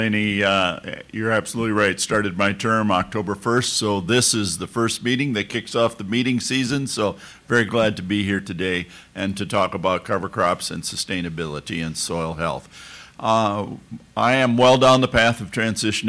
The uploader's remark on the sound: She moderates a panel discussion at the National Association of Farm Broadcasters Annual Convention.